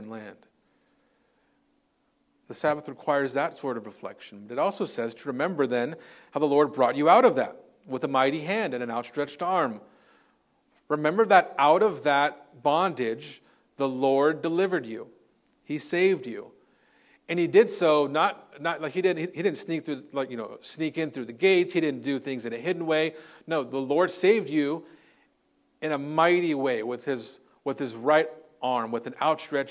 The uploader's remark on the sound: Recorded on Sunday, January 14th, 2024 at Living Hope Orthodox Presbyterian Church (OPC) in Cerritos, CA.